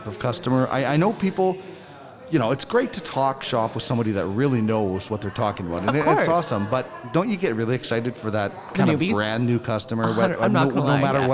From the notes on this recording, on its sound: ArgyllPlaza. At Spiritleaf Argyll in Edmonton as the Spiritleaf Bus Tour is one and we’re on location.